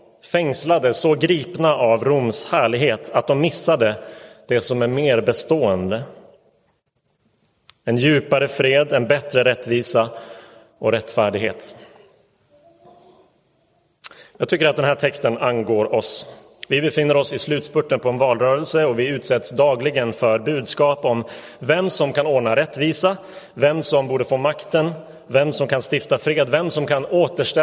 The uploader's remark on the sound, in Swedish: Inspelad i Roseniuskyrkan den 4 september 2022.